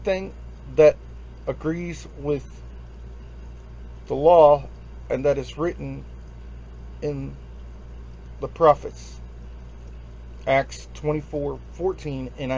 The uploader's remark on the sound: Instagram Live